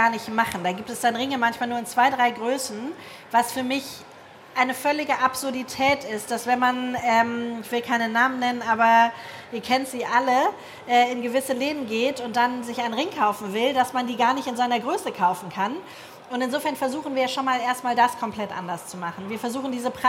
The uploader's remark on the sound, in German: In einem Live-Podcast im Rahmen der K5 Konferenz 2023